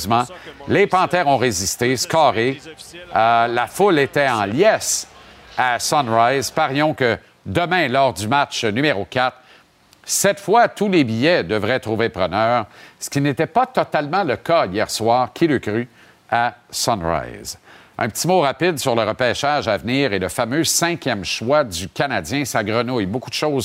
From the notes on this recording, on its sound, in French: en direct du grand défi Pierre Lavoie